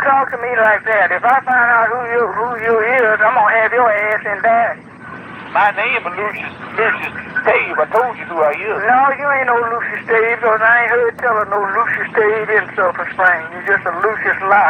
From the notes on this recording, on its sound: Prank Phone Calls